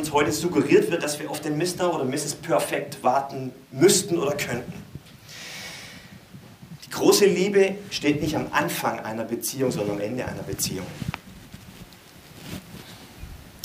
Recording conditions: live audience